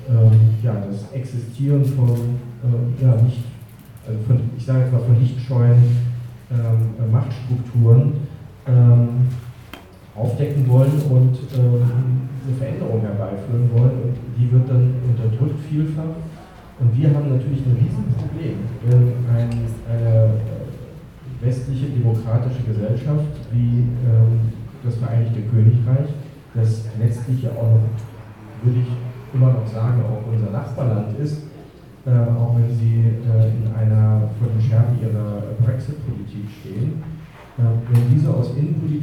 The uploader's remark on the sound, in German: Mitschnitte der Diskussions- und Solidaritätsveranstaltung in der "Mai-Galerie" der Tageszeitung "Junge Welt"